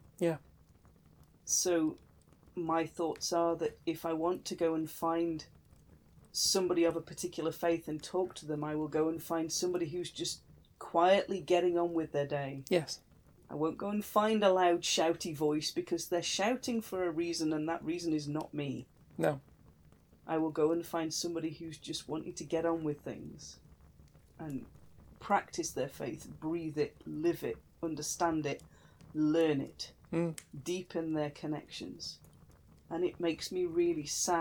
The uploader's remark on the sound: Background fire ambience